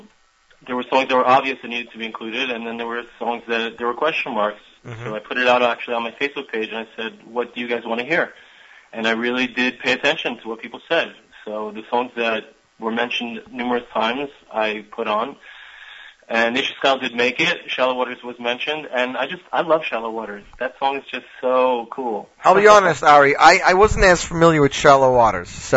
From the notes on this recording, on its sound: On this edition of Z Report LIVE. Called in from Israel.